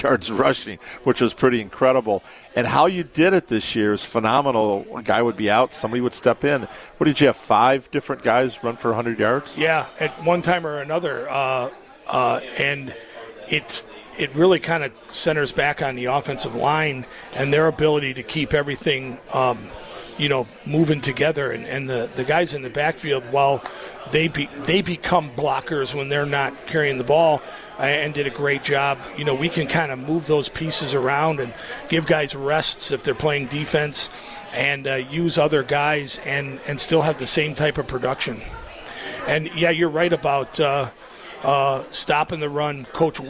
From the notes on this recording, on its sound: LIVE from Ruth's Chris in Middleton